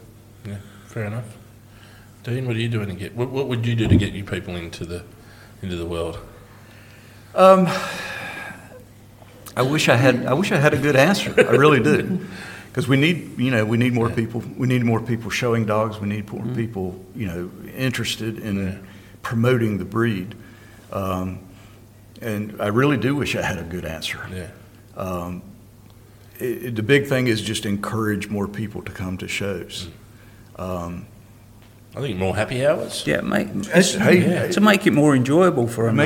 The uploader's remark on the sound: our first ever live podcast recording